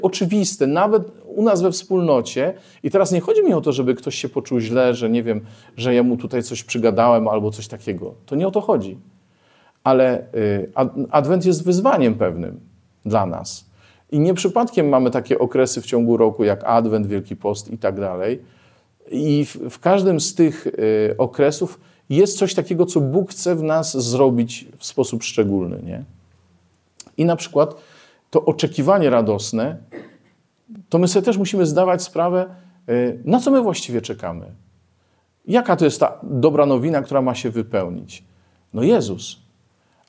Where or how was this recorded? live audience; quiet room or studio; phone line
live audience